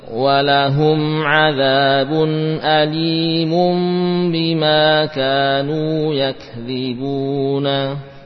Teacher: nun sukun dan tanwin dibaca dengan qalb, ya, digantikan dengan huruf mim, mim yang samar, yakni tidak diberi tekanan